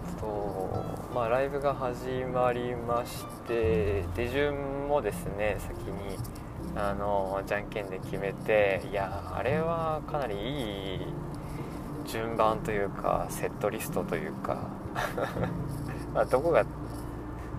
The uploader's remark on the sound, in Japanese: いいかねPalette→宮崎間の収録です。ザラザラ雑音が入っていてすみません。